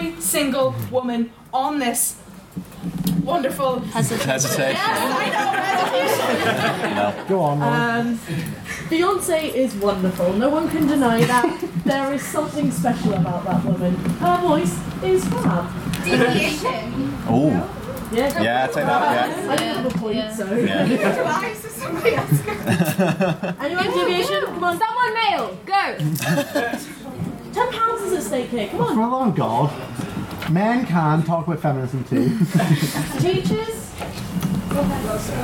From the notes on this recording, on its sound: The Alpha Schools' Debating Competition hosted by the Queen's University of Belfast Literary and Scientific Society! This is the recording of a short break from the debating, during which we had a few mini debates and a game of Just a Minute.